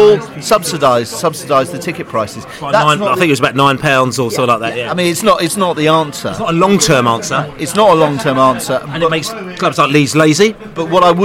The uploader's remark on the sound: pre-match podcast from the pub